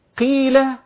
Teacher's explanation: إذا لو شلت حرف المد من الكلمة هيتغير المعنى. قيل شلت حرف المد يبقى قل، وهكذا. إذا هنا يسمى بالمد الطبيعي الأصلي، الأصلي اللي هو الطبيعي الذاتي، ما نقدرش نشيل حرف المد من الكلمة. · Term: حرف المد الياء